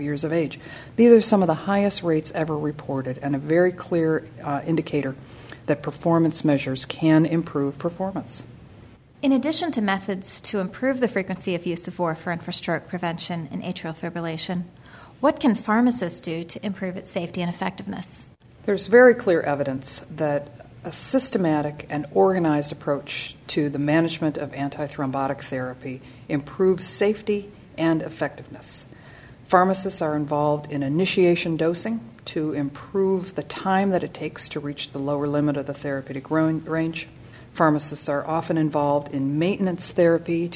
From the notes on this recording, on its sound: Recorded on December 5th, 2010, during the 45th ASHP Midyear Clinical Meeting and Exhibition in Anaheim, California. The content for this podcast was adapted from an interview.